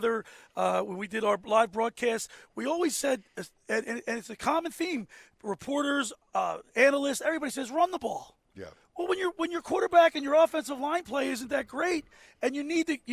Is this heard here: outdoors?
yes